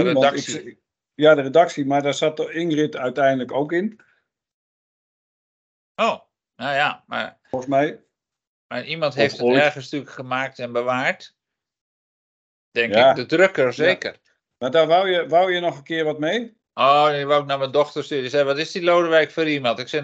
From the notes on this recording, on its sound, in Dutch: Geluidfragment via clipchamp losgekoppeld na downloaden vanuit opname in Teams.